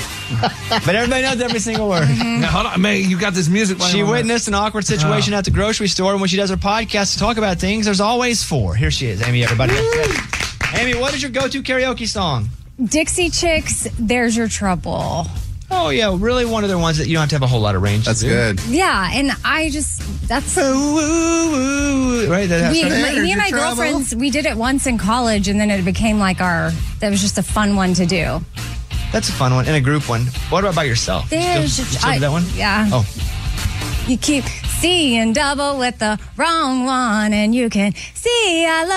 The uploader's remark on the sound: with a teacher on the phone to grade him!